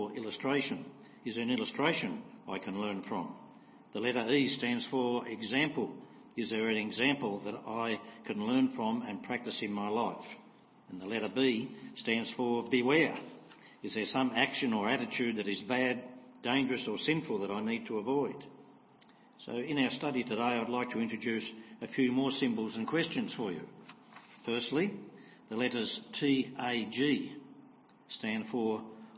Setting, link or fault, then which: setting, large echoing room